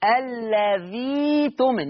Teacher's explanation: إبدال الهمز الساكن ياء مادية، إبدال الهمز الساكن عشان الهمز قبلها همزة وصل